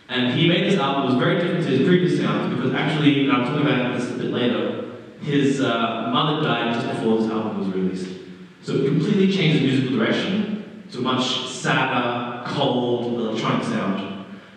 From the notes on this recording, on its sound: Terrible audio quality